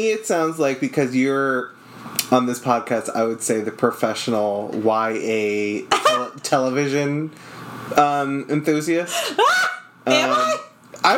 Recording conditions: sounds in the background